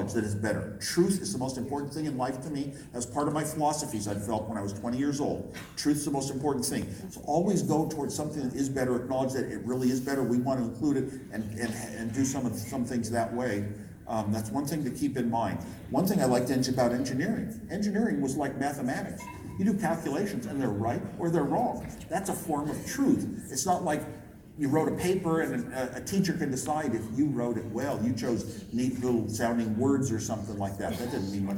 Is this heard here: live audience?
yes